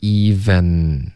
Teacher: even 结尾的 n 呢、不要用前鼻音，要顶舌尖